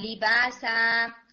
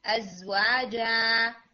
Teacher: जब आप तनवीन फतहा के ऊपर रुकते हैं तो आप एक फतहा को पढ़ेंगे, दूसरी फतहा आप अलिफ के अंदर चेंज कर देते हैं, दूसरी फतहा आप लंबी करके पढ़ते हैं, ठीक है, यानी वो अलिफ बन जाती है और फिर